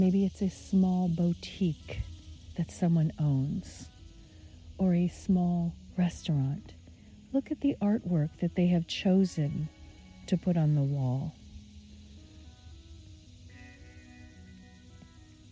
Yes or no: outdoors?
yes